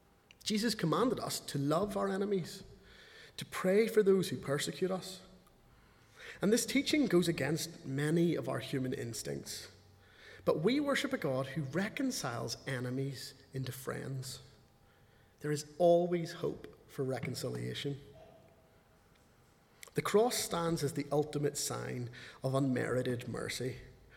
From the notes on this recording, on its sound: speaking at the 11 o'clock service